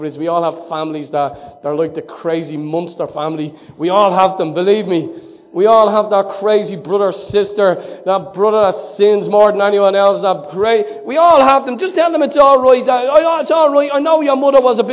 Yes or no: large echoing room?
yes